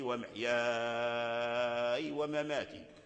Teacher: فالألف وقع قبل الياء الساكنة، فيكون هذا مد لازم